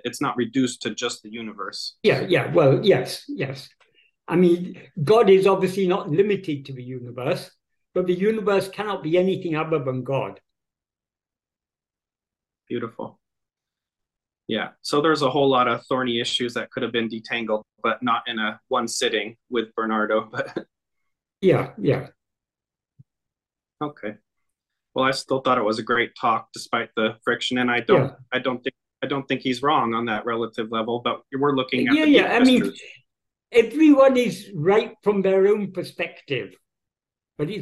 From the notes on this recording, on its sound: In a Zoom meeting